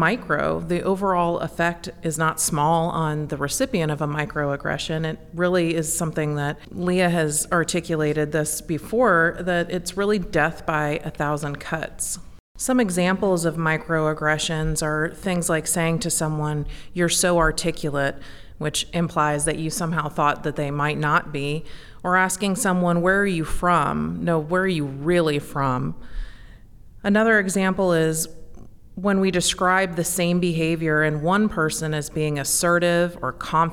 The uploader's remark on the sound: In this podcast recorded at Ogletree Deakins’ national Workplace Strategies seminar, our panel analyzes microaggressions in the workplace.